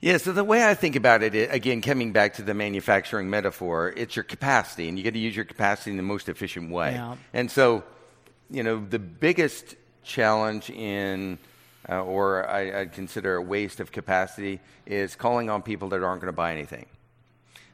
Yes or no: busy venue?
yes